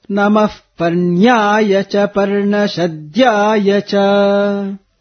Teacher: Dhya is up. So, obviously here, the swarita is on dhya.